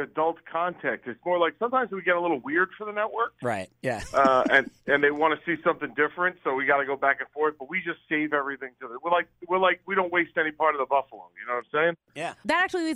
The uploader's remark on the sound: called into the show Thursday morning